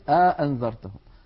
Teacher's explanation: هكذا، وبعض العرب كان يدخل بين الهمزتين ألفا فيقول أأنذرتهم، يعني يبعد بينهما بأن يدخل بينهما ألفا